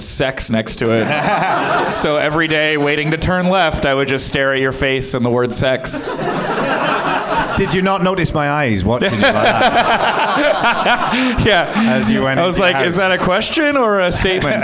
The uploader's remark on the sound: Live from the NerdMelt Showroom in LA